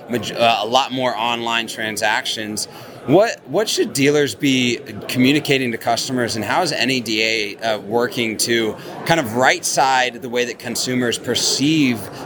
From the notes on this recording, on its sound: ASOTU was on the ground during the 2023 NADA Show